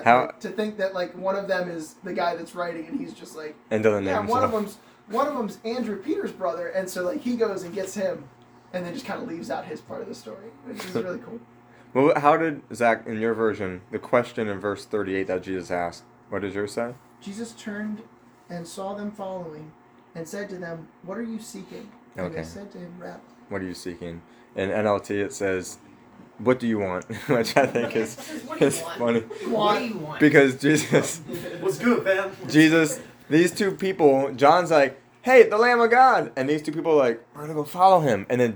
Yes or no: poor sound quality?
yes